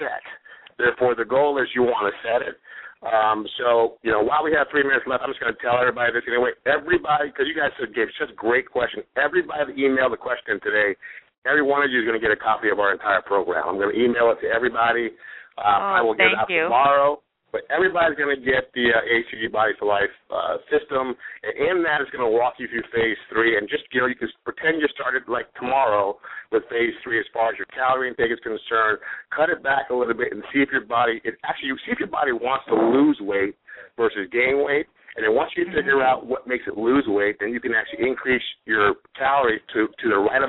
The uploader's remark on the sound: have a live Q and A call